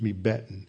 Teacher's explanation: because the M-I-N comes right before a hard consonant, the B, you drop the N, and so it's just mebeten. Same thing with merekem.